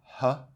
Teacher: You're not really making any shapes with your mouth, you're just sort of breathing out. So the idea in glottal would be mainly focused at your vocal cords.